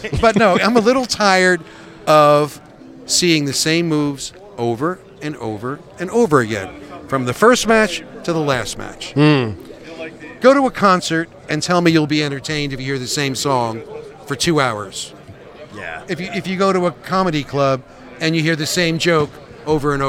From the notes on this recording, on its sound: LIVE at 80s Wrestling Con here in New Jersey.